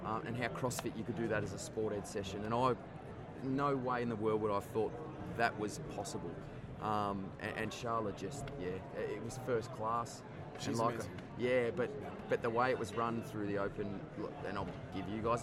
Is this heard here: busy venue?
yes